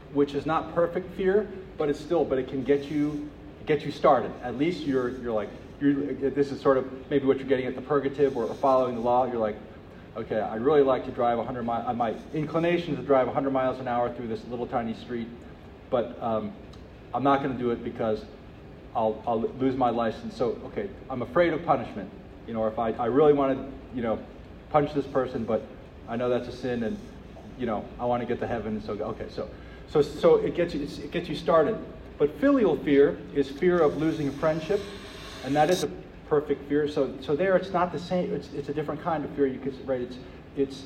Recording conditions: large echoing room